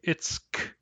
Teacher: in central dialects, the its that means you is followed by a k